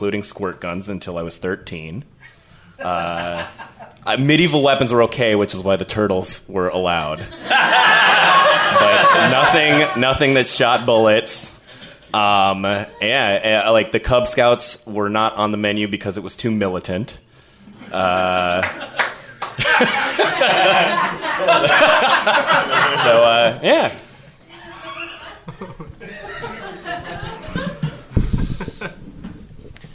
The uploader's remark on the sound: Improvised live in front of an audience.